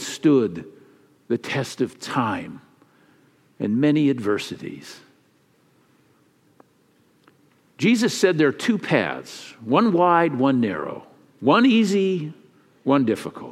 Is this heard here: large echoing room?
yes